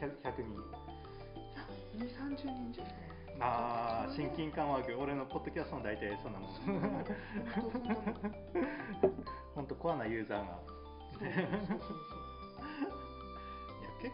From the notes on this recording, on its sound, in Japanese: 雑音が酷く、切った貼ったで うまく伝わらないところもあるかもしれません